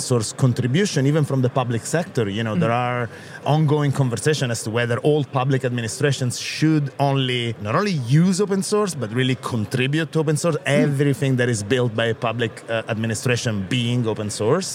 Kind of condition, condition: setting, busy venue